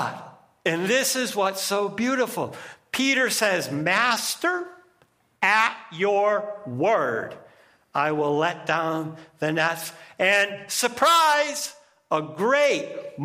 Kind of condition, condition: setting, large echoing room